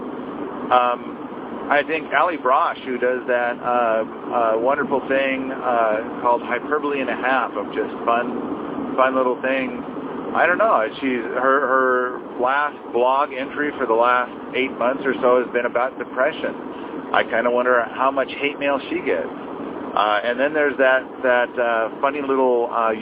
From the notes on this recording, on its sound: in the car by himself